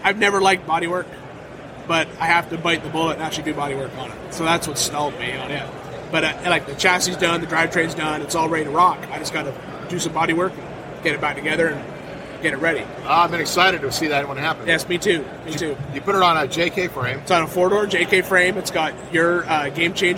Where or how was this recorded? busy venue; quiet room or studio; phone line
busy venue